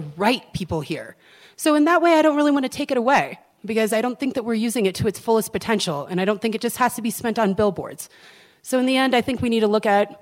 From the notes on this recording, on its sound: broadcast live at the Center for the Arts Crested butte